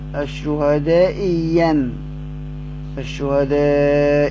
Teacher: بتحقيق الهمزة الأولى وإبدال الثانية ياء خالصة، الشهدائيًا، الشهدائيًا، ياء ين خالصة مفتوحة.